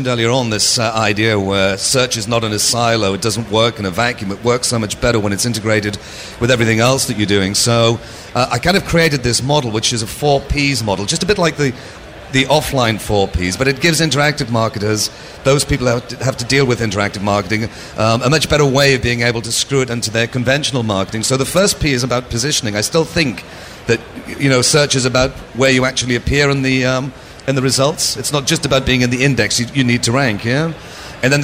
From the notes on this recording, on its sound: LIVE from the Webmasterradio booth during ad:tech San Francisco